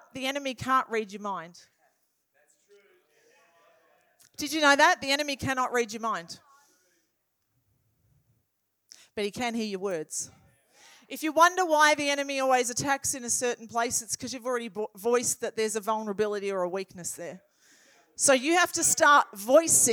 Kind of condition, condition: setting, large echoing room